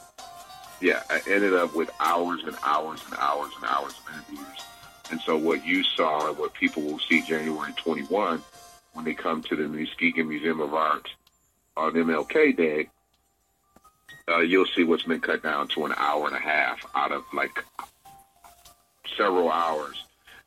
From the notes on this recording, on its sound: phone interview